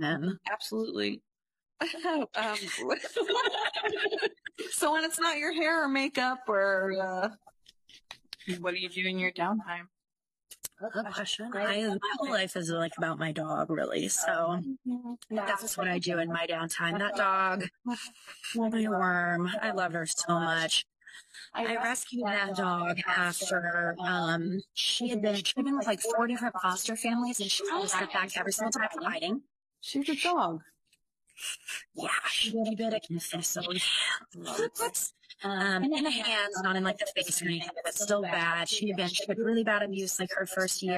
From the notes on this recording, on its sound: Our FIRST in person interview. Bare with us, there's quite the echo.